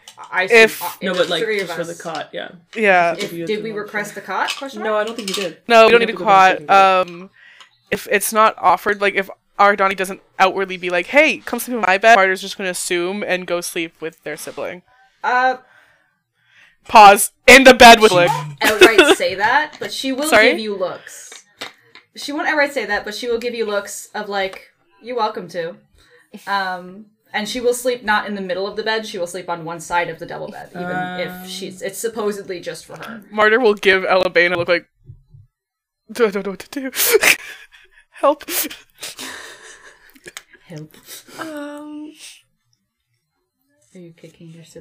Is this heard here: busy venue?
no